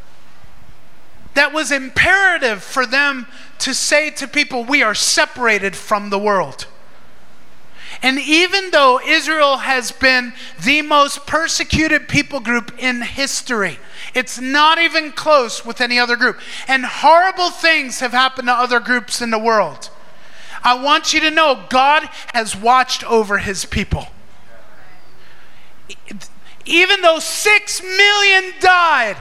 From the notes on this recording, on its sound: Recorded in Maranatha Family Church Davao's Sunday Service at FIRE School of Ministry Philippines in Davao City, Philippines